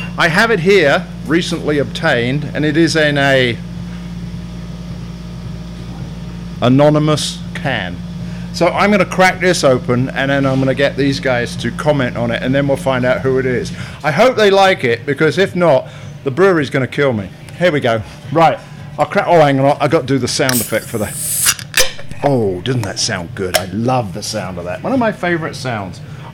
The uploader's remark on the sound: These pubcasts are a collection of videos (or audio if you prefer to listen that way) which we recorded at the breweries listed below, and we split them up into a 3-part series.